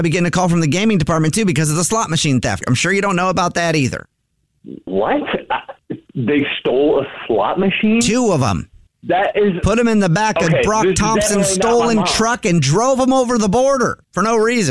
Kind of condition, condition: link, phone line